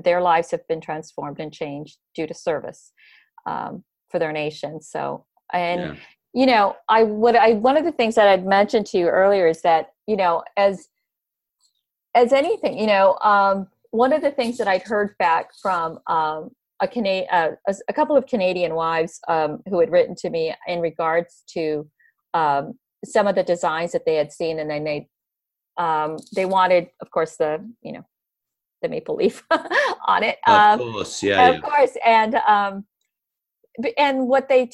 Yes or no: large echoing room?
no